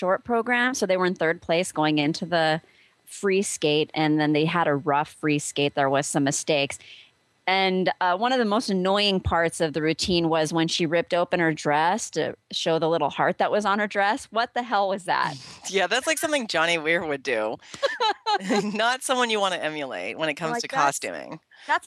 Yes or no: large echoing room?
no